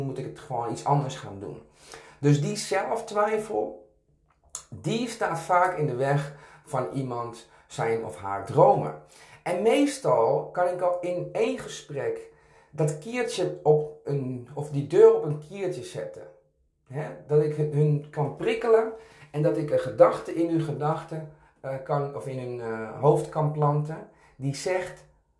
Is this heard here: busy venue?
no